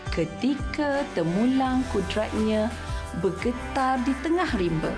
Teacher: Pengulangan vokal i e yang menunjukkan unsur bunyi asonansi